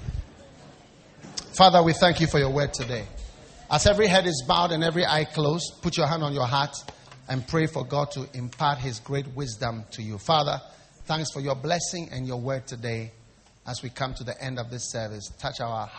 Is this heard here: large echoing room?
yes